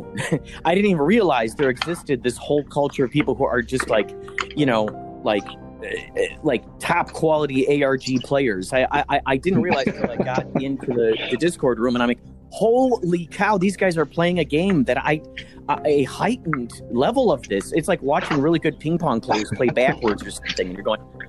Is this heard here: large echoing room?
no